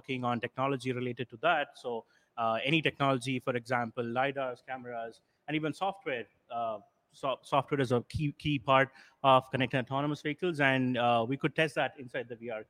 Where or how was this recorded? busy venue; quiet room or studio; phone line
busy venue